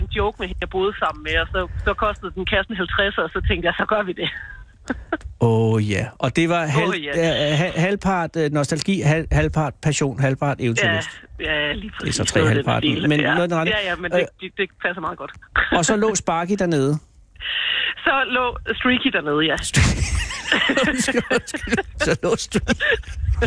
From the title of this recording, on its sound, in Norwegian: Live fra bisonfarmen